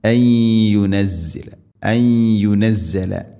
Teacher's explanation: നൂനിനെ യയിലേക്ക് കൂട്ടി ലയിപ്പിച്ച് മണിച്ചുകൊണ്ട് ഉച്ചരിക്കണം. ഇദ്ഗാം ബിഗുന്ന ان ينزل ان ينزل.